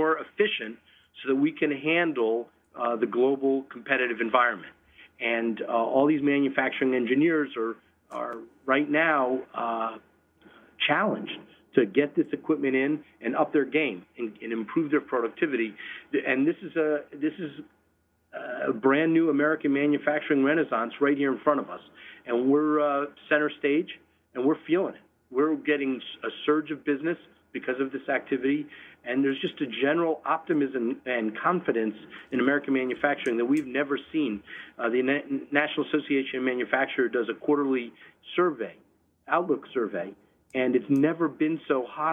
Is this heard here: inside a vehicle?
no